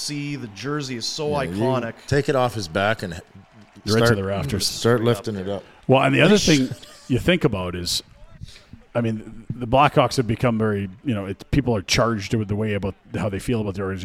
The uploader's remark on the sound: LIVE from the Grey Eagle Resort & Casino